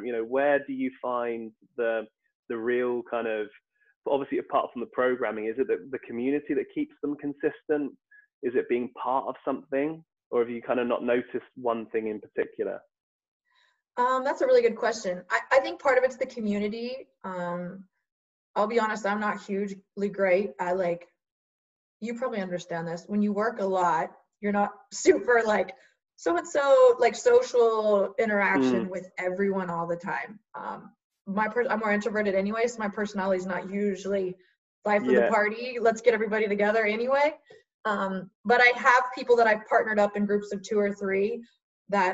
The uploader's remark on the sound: via Zoom so please excuse the audio quality